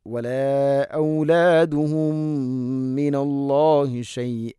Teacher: അവിടെ ഇത് ഖാം ചെയ്തുകൊണ്ട് ഒന്നാമത്തെ മീമിനെ അടുത്ത മീമിലേക്ക് ഇത് ഖാം ചെയ്ത് മണിച്ചുകൊണ്ട് ഉച്ചരിക്കണം · Term: ഇത് ഖാം ബിഗുന്ന